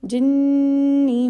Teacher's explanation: most complete ghunna, will continue it two haraka long, more than two haraka long at least